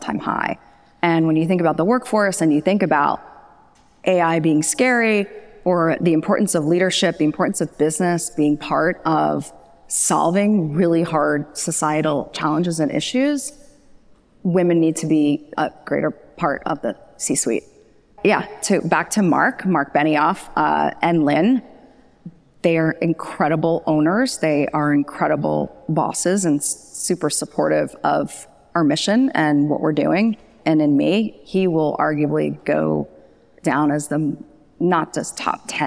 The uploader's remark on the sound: Last week, I was in Chicago to attend the Omeda OX6 conference, where I recorded a live version of The Rebooting Show podcast.